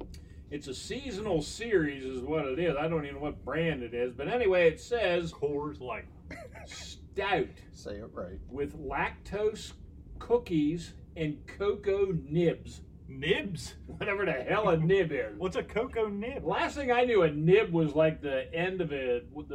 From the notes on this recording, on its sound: Bear with the show for about 4 minutes until he finally turned on the sound board.